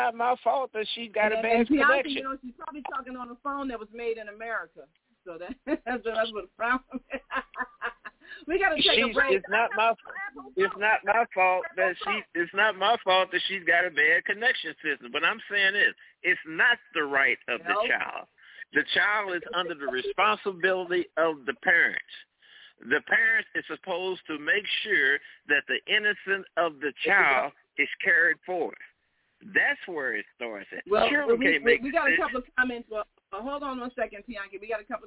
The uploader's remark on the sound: We are live at the Chicago Auto Show 2024